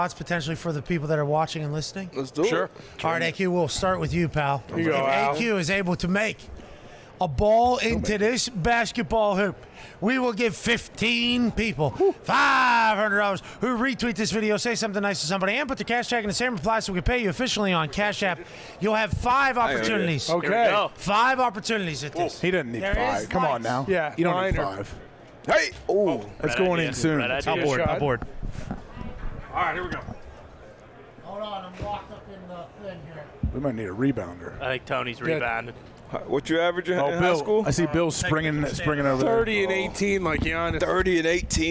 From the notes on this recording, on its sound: LIVE from radio row in BEAUTIFUL Phoenix, Arizona